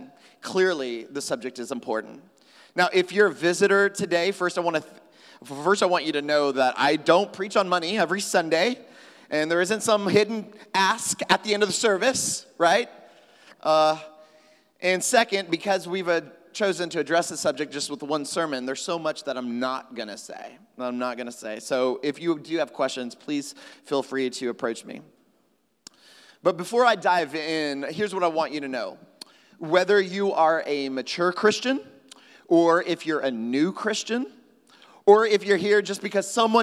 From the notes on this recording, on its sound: at Trinity Church, Puerto Rico